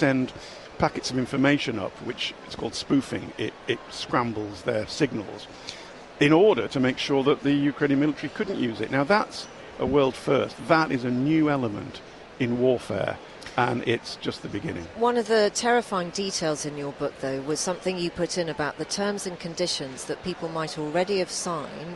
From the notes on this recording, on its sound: live at Destinations: The Holiday and Travel Show